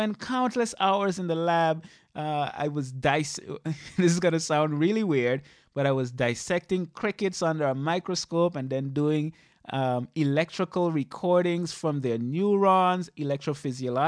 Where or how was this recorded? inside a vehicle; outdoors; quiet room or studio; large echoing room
quiet room or studio